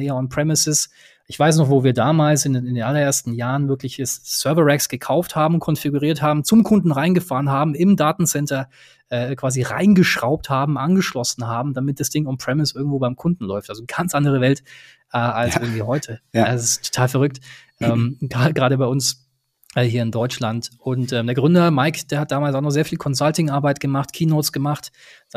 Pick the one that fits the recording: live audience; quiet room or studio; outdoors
quiet room or studio